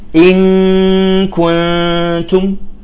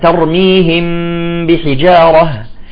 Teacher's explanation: غنة كاملة وتكون في النون والميم المخفاتين. إذا عندنا إخفاء عادي أو إخفاء شفوي، مثلا كلمة إن كنتم، الغنة تكون كاملة هنا.